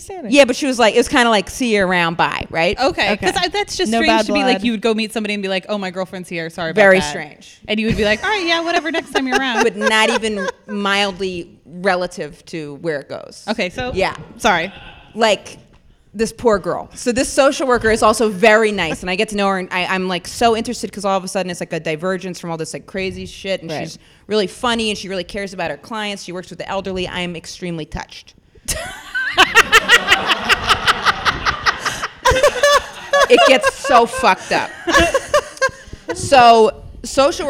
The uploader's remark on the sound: LIVE at The PIT in New York City. As suggested by our studio audience.